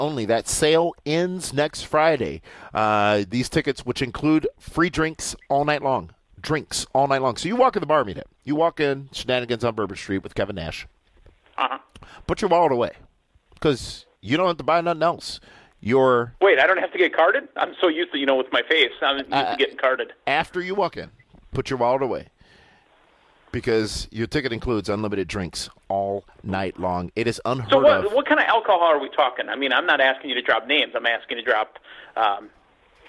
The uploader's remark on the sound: we take your LIVE phone calls!